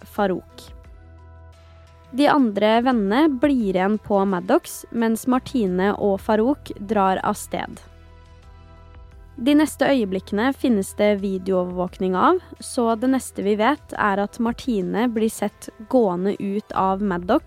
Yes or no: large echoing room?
no